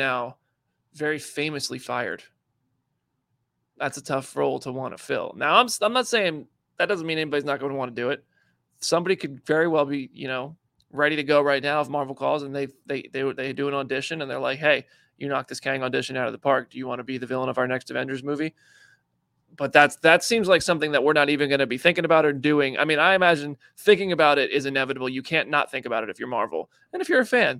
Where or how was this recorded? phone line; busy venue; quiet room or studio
quiet room or studio